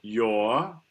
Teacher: the R is reduced to schwa because of the spelling O-U-R.